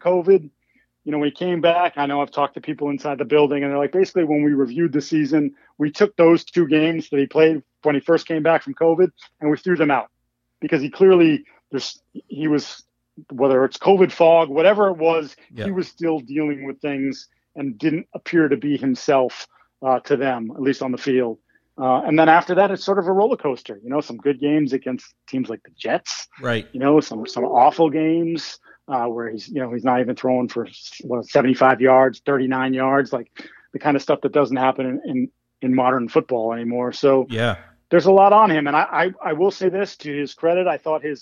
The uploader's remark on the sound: join me on the pod by phone